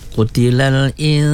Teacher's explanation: Kena perhatikan ya pada ayat yang ke 17 ya, qutilal insa, nun mati bertemu dengan sin, wajib gunnah ya, dua harkat